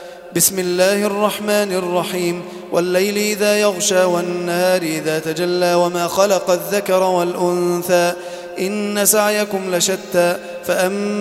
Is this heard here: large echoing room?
yes